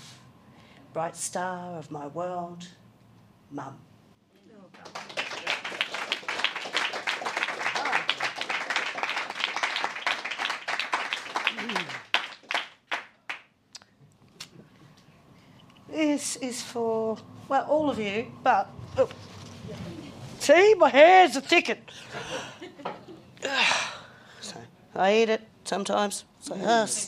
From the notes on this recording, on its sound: Live at Passionate Tongues. Recorded at The Brunswick Green.